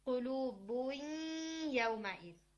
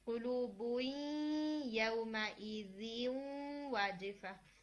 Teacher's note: नून साकिन अपना मखरज तो छोड़ देता है मगर अपनी क्वालिटी ऑफ गुन्ना नहीं छोड़ता. तो हम इसको नाकस करके, गुन्ना रख के हम इदगाम करते हैं.